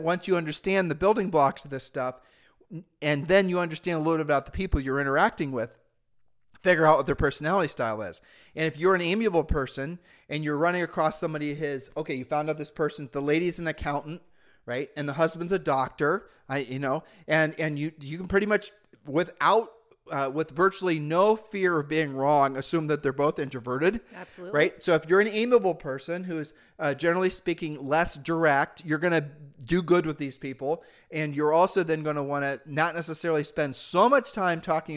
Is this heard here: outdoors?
no